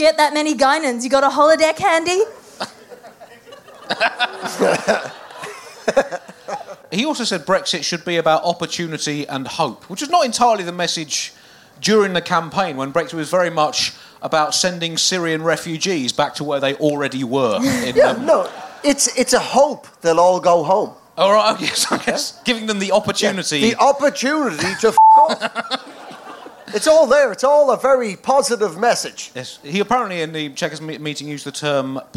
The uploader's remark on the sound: Recorded live at Underbelly Festival in London.